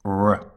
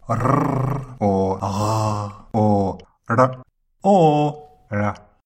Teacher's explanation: you move your tongue behind the gum behind the top teeth, the alveolar ridge, without touching it. · Shown in: first take · And at the same time, you lift your top teeth off your bottom lip. · Term: English R